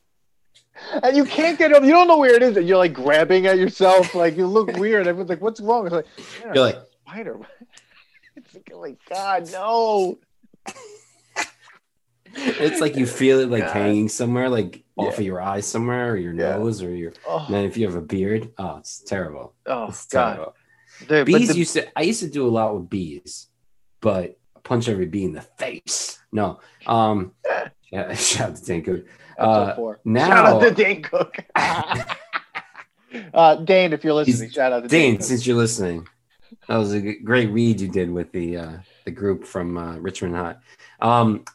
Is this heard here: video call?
yes